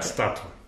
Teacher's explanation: With an S, not a sh, but an S.